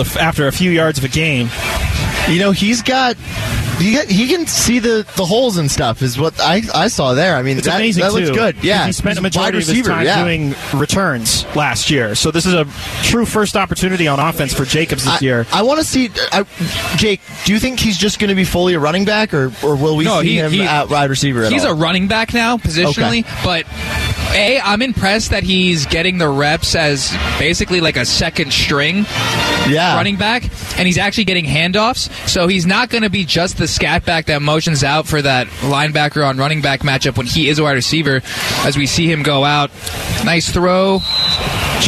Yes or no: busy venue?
yes